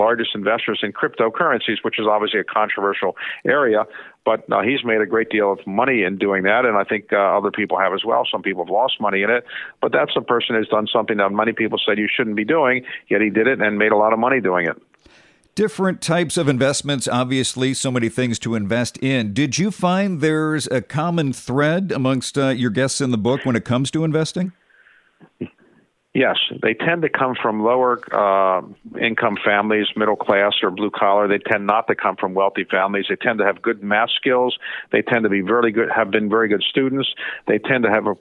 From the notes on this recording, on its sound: joined our 4-Timers club when he called